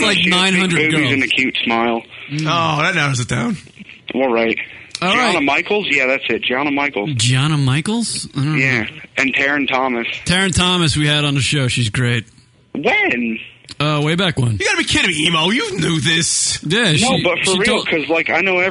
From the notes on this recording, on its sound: open phone lines